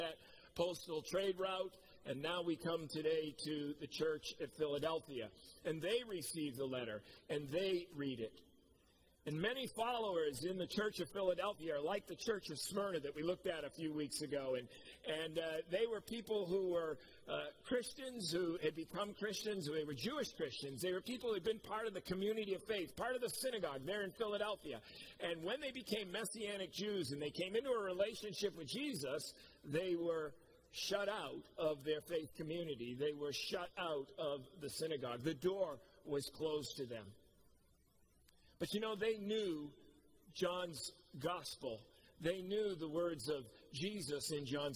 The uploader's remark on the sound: Preached at COMMUNITY Covenant on 8/8/21